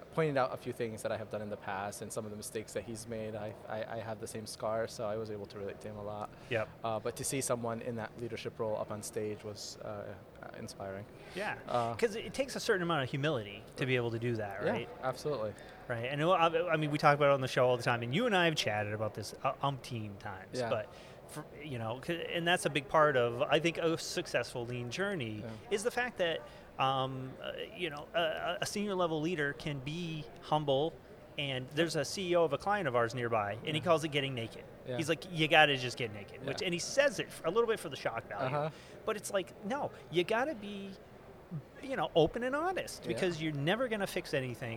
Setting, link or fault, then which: setting, busy venue